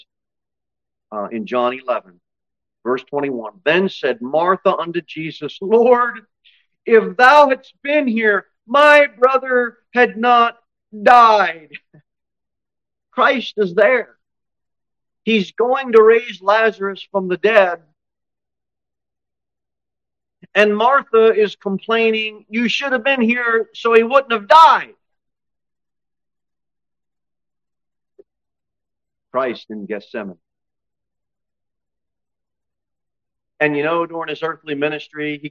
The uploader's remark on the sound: Sermon delivered at Pilgrim Baptist Church on Sunday, August 20, 2023, at 10-00 am. Cookeville, TN 38501.